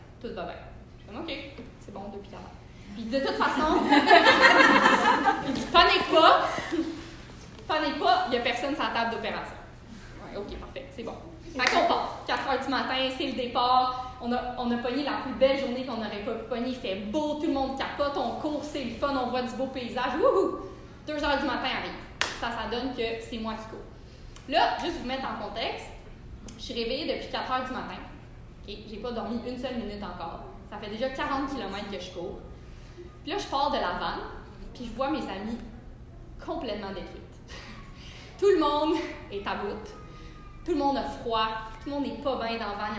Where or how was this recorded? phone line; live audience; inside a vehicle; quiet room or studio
live audience